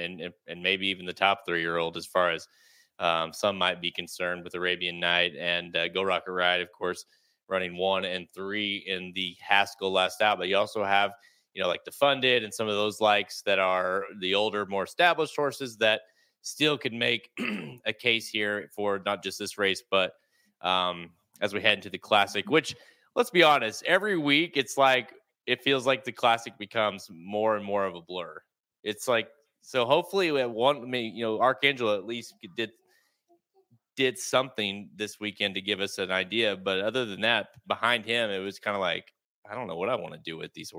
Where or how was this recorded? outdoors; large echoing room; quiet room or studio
quiet room or studio